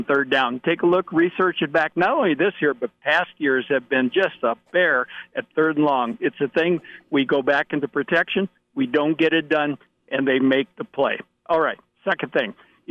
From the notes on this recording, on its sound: Hail Varsity Radio. Opening the phone lines for the entire first hour of the show.